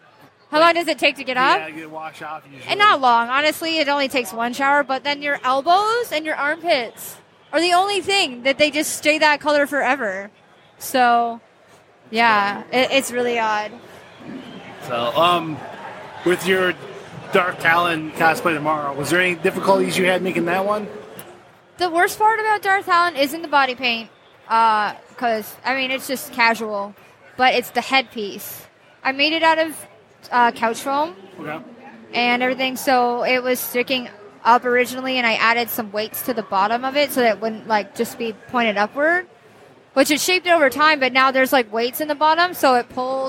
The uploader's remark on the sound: Live at Motor City